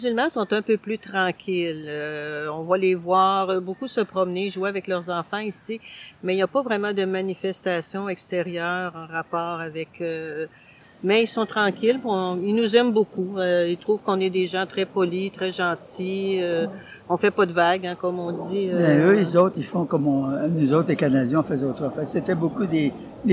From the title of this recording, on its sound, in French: En direct du Parc Luigi-Pirandello